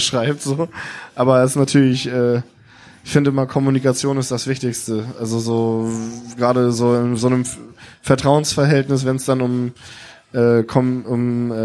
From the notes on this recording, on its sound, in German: Ich war in diesem Jahr wieder zu Gast auf dem Woderkant Festival im Rahmen der Kieler Woche. Und dort habe ich mich auf der Bühne.